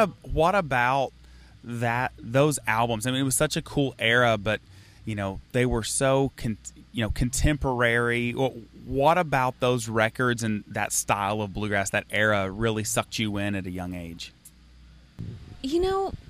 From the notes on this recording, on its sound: In this interview, she sits down backstage on a Saturday night at SamJam Bluegrass Festival in Piketon, OH.